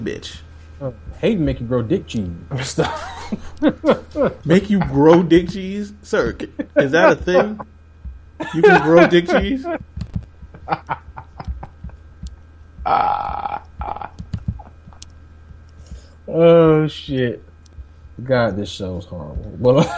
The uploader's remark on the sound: While this week’s Black is the New Black had some technical issues